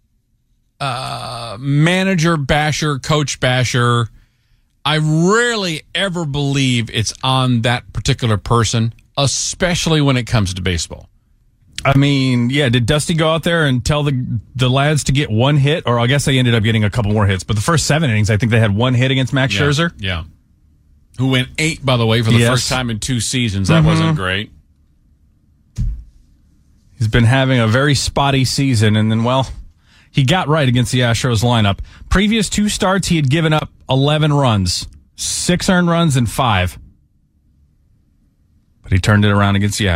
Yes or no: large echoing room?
no